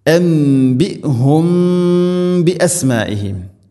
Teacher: സാക്കിന മീമിന് ശേഷം ബാ, ഇഖ്ഫാ ഷഫവി ഇവിടെ മണിച്ചുകൊണ്ട് ഉച്ചരിക്കണം.